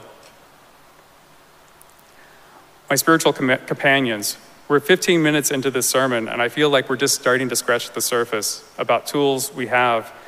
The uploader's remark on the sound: Recorded live at Arlington Street Church, Sunday, August 27, 2023.